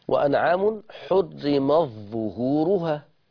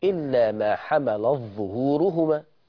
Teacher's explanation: هذا هو الإدغام الجائز من كلمتين التاء الساكنة في الظاء